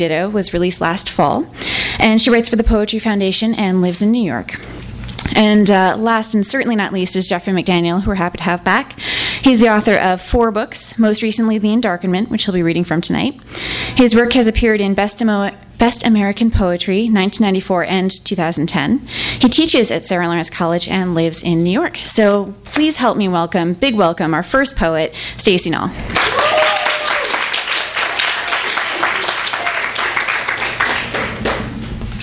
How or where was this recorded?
live audience